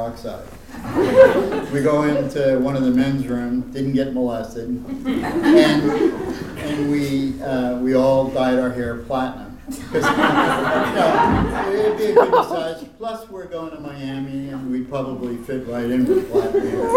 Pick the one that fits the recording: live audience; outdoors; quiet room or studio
live audience